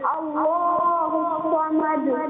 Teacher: تو ابھی جو سننے میں آیا مجھے ایسے ہی لگا کہ انہوں نے سا کے مخرج سے صاد پڑھا، تو اس کو ہم نے کلیئر کرنا ہے صاد، اللہ الصمد صاد.